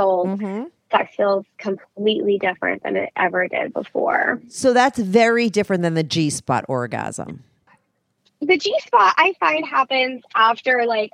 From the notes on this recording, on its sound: called